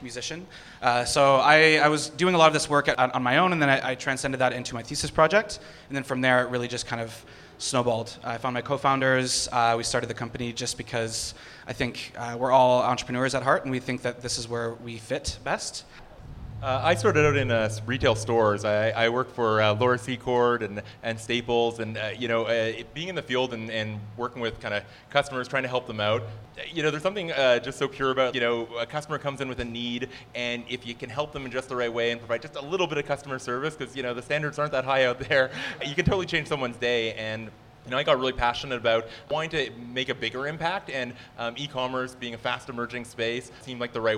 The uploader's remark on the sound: Live at Soho Innovation Lab